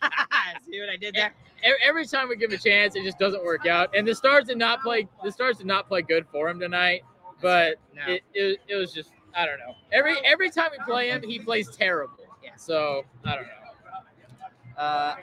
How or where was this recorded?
busy venue